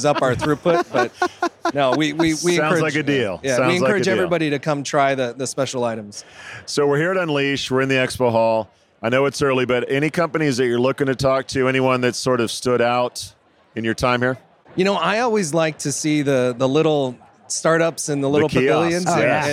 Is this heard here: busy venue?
yes